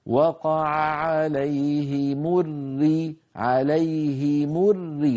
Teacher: فالراء المشددة كلها مرققة وليست مفككة بحيث تكون الراء الأولى غير المدغمة يعني مفخمة والمكسورة مرققة، لا ليس الأمر كذلك.